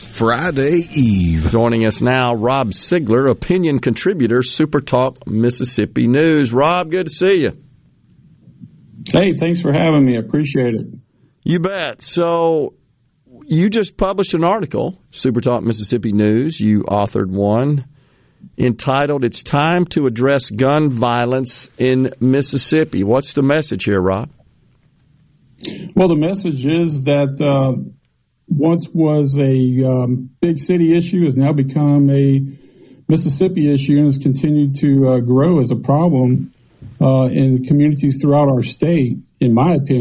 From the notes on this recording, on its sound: Joins the conversation by phone. Joins the discussion by video.